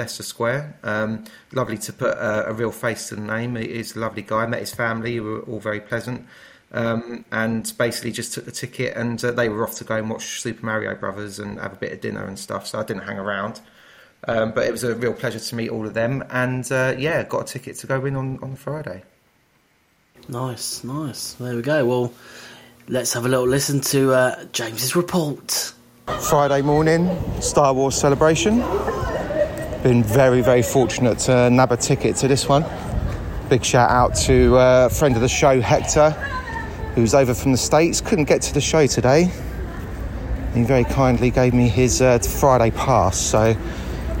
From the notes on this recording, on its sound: recorded live updates from his visit to Star Wars Celebration 2023 in London